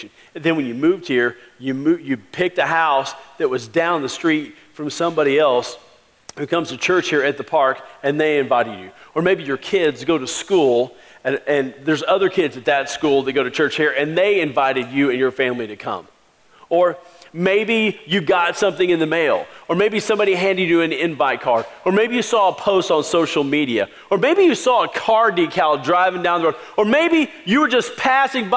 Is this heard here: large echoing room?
yes